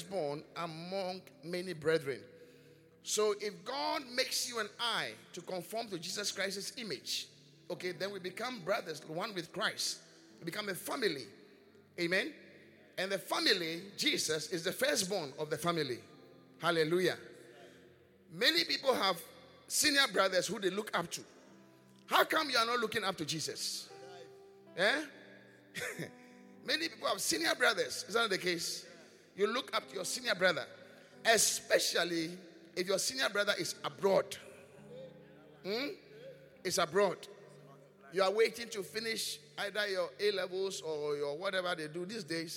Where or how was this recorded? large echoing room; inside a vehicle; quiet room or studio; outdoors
large echoing room